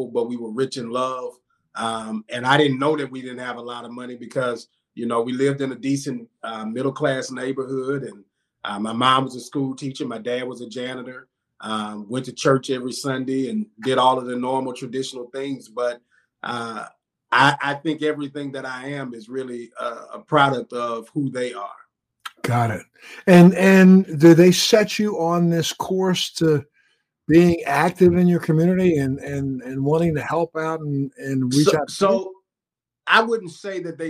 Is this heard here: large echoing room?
no